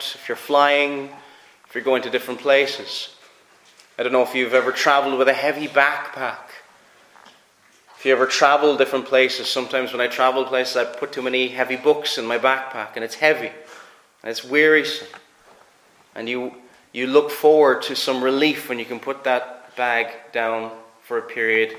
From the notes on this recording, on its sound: Preached at Ayr FCC's Communion.